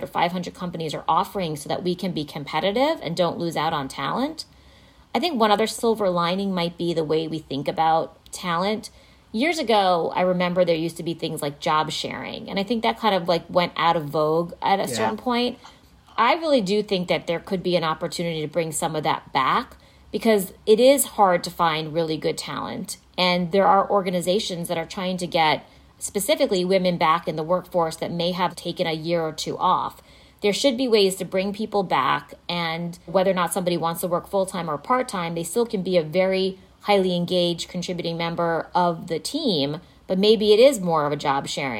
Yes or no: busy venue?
no